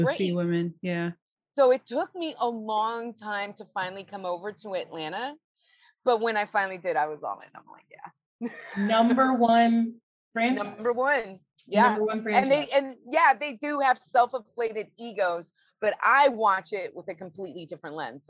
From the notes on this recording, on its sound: joins us in the BMB Zoom Room